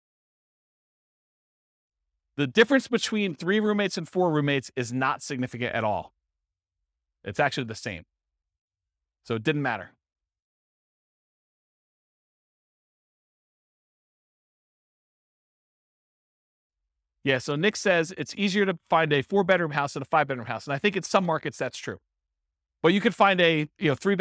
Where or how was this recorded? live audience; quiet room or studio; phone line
live audience